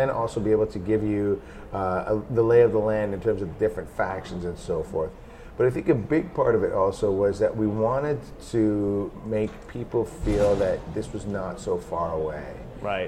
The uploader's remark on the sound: Interview recorded at GDC 17.